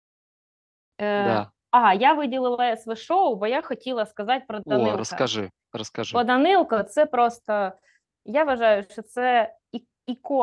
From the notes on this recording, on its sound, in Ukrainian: Ми сидимо в ЗУМ і записуємо подкаст.